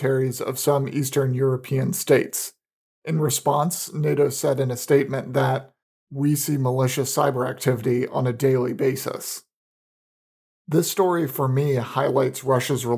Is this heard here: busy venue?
no